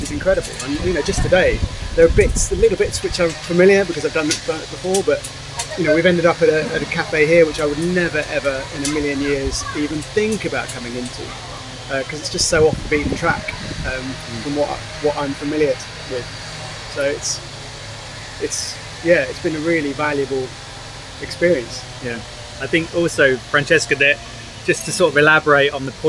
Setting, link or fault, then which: fault, sounds in the background